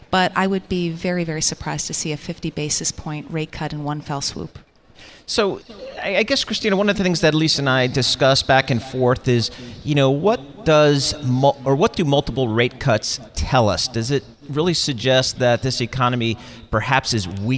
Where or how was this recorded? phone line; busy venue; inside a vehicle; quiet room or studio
busy venue